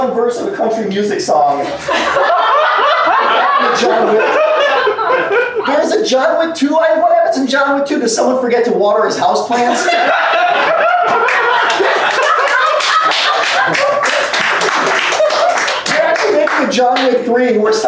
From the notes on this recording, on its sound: The debate was recorded live this past summer. "Kangaroo Court" show in NYC.